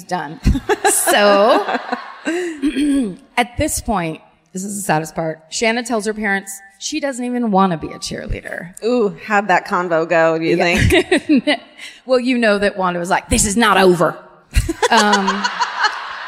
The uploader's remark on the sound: Live at the Toyota Music Factory in Irving (Texas)